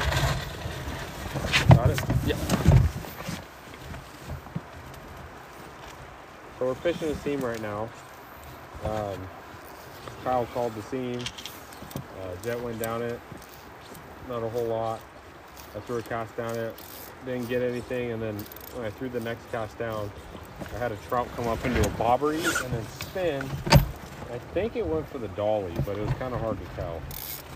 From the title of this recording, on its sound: LIVE on the River!